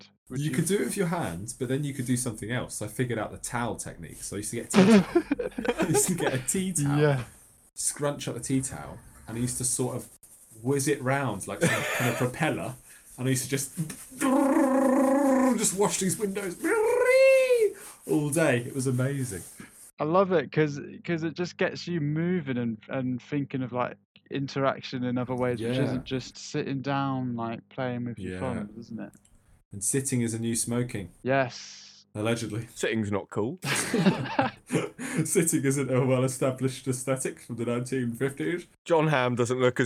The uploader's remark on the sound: We had some serious issues with audio this episode. I've cleaned it up as best as I can.